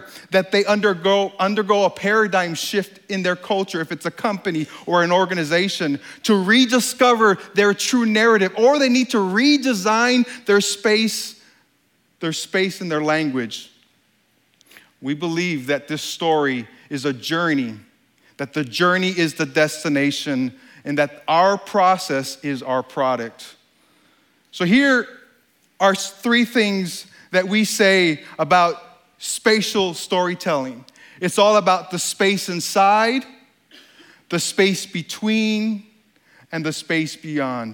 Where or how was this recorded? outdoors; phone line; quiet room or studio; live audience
live audience